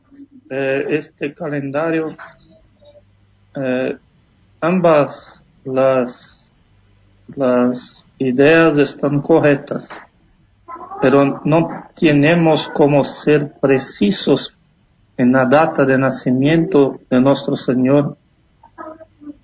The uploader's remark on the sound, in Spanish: transmitido por videoconferencia y en vivo y directo